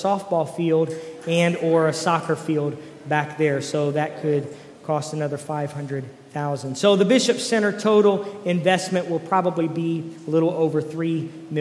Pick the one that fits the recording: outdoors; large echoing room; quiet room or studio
large echoing room